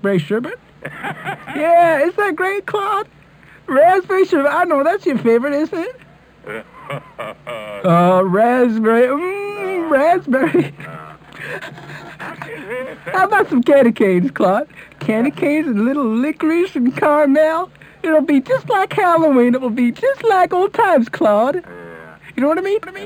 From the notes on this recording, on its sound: …'s Personal Prank Phone Calls Collection.